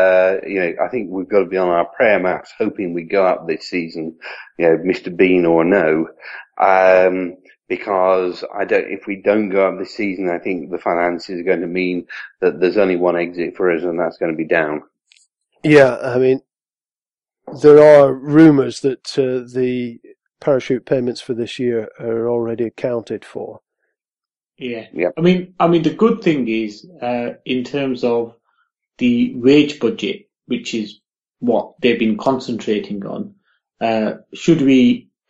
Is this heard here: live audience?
no